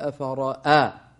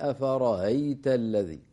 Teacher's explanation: فنبين همزة صحيحة واضحة · Shown in: first take